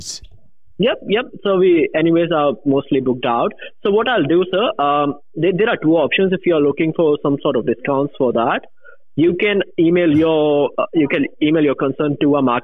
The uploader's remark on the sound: Phone call 1:08:22 - 1:11:59.